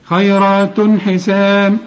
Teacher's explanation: التاء اللي عليها الضمتين بعدها الحاء، الحاء من حروف الإظهار ما تغنش، خيرات حسان، ما تقولش خيرات وتقول عليها تنوين، لا خيرات حسان، حسان كل الحروف مرققة.